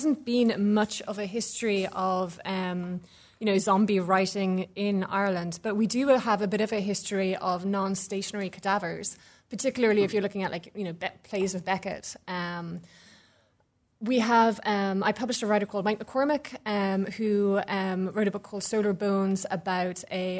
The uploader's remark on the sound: Theorizing Zombiism conference discussion. Podcast of discussion at Theorizing Zombiism conference.